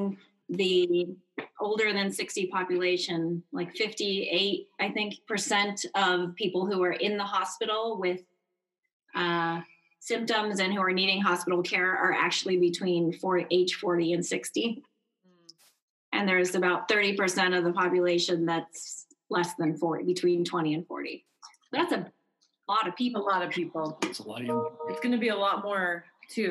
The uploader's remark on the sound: on Zoom